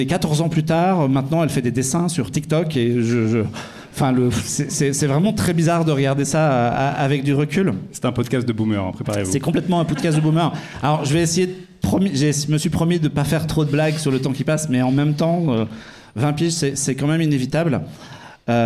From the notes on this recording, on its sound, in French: L'équipe pour un grand podcast spécial, filmé et en public au Dernier Bar avant la Fin du Monde.